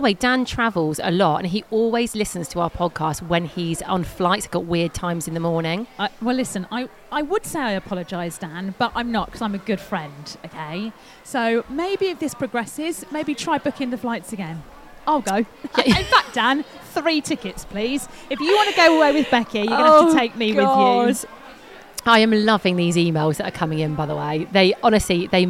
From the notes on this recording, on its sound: On todays show we are LIVE from East Midlands Airport departures lounge!